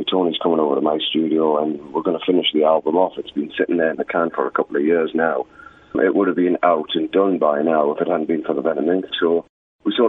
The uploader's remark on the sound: This interview was recorded by phone